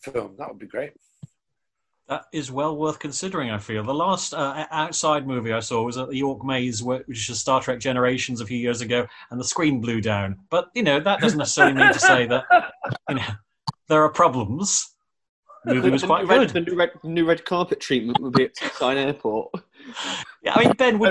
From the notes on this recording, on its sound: in zoom conversation